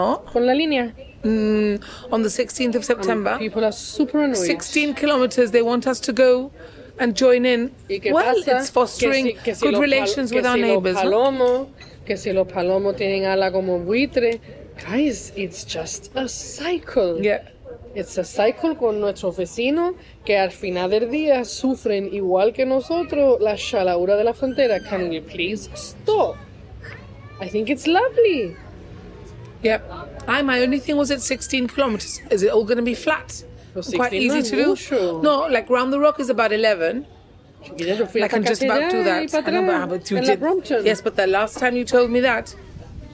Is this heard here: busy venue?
yes